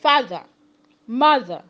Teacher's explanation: Whenever a word ends with letter R, the R is not pronounced. When you look at words like father, mother, and some other words that ends with letter R, you find out that the R is not pronounced in those words.